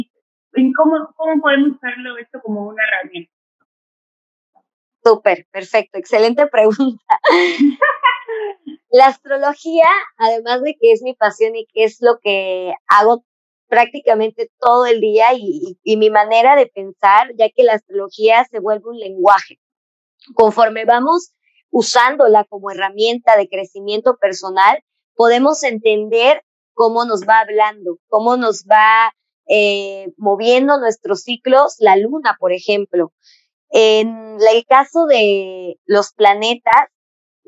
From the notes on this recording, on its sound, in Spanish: Gracias por tu paciencia con el audio